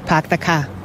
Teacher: You don't say R for anything. · Term: wicked Boston accent